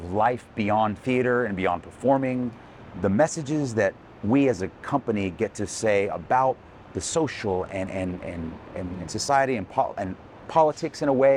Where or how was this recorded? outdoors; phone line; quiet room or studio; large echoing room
outdoors